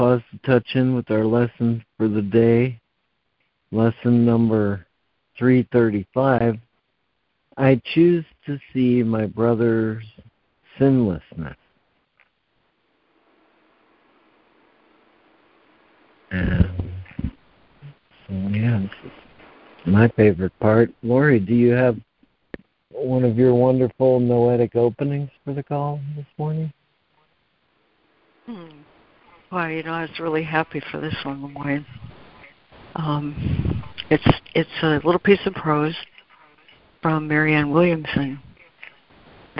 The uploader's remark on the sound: ACIM Daily Conference Call.